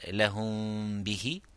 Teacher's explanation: slightly not closing the lips properly and making that غنة · Term: إخفاء شفوي